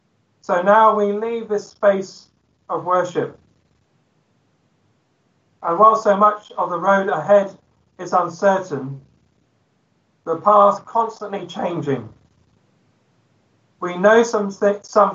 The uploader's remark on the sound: Christ Church, Bayston Hill (UK).